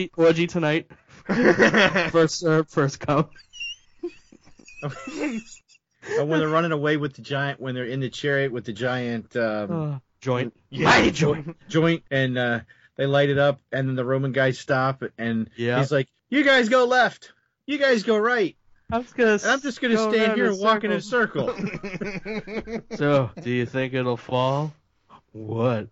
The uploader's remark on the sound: Skype Wants Nothing To Do With This